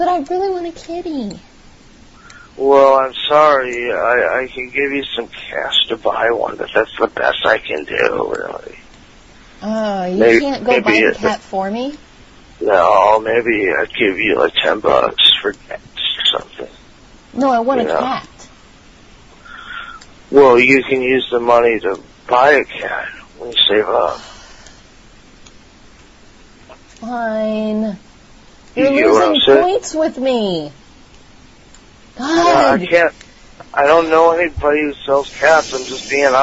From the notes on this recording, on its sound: Prank Phone Calls Collection.